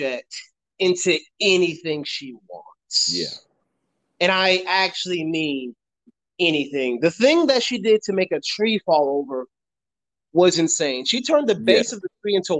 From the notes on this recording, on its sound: Sorry in advance for any disruptions due to connection issues!